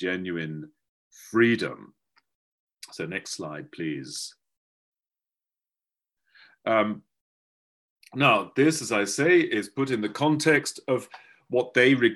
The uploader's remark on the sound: A webinar lecture. Part of our summer webinar series.